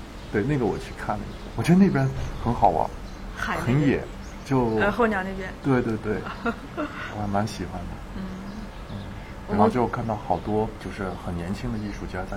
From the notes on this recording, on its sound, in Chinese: 本期插曲是在阿那亚录制的鸟叫、流水声与海浪声。而片尾，给大家送上，晚上10点海边放映之前的篝火、碰杯、海浪声。阿那亚戏剧节专题。